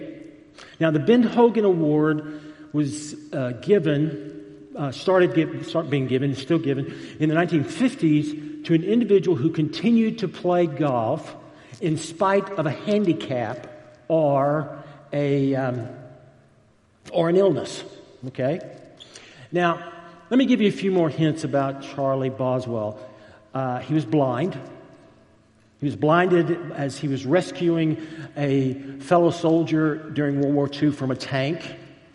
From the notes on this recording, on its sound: Recorded live at Stonebridge United Methodist Church in McKinney, Texas.